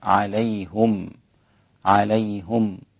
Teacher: كلمة عليهم حمزة ويعقوب بضم الهاء